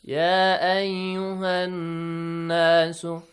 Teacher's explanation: Because it is alif mad, you got to stretch it for two counts. But since we have hamzatul wasl here, you do not stretch it for two counts.